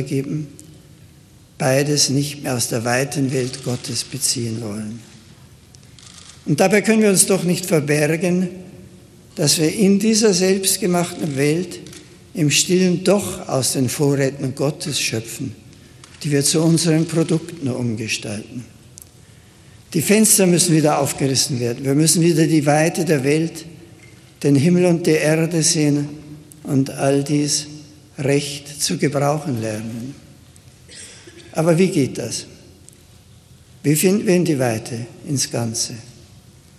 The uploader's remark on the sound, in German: Mitschnitt des Rede vom 22.9.2011 im deutschen Bundestag.